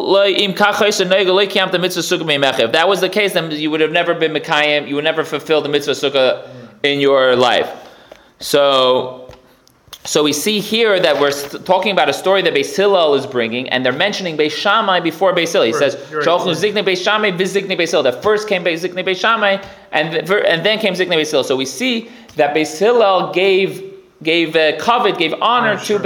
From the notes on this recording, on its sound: Recorded live at The Torah Center ATL